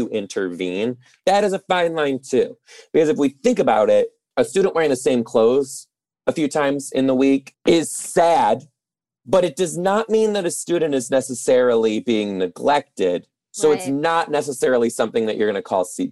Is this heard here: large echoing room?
no